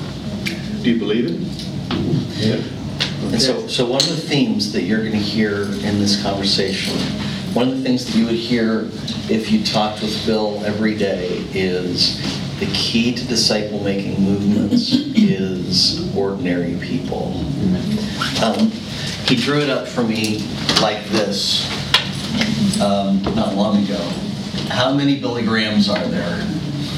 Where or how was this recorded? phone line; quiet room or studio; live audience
live audience